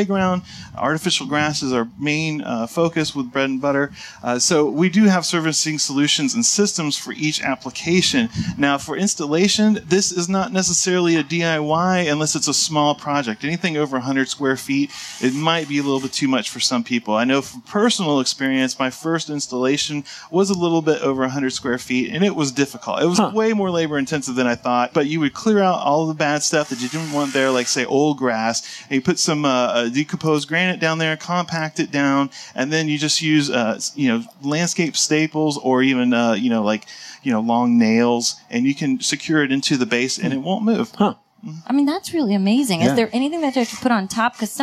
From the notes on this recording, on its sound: Live from the 2018 National Hardware Show.